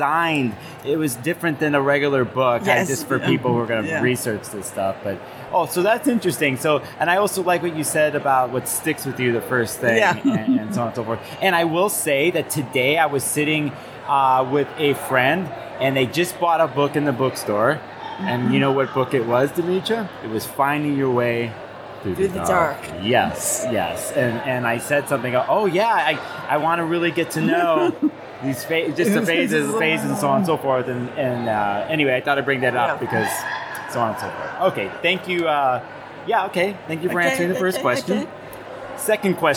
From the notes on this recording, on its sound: From the 2023 Northwest Astrological conference. I did my best to find the quietest spot for this "3 Questions" Interview.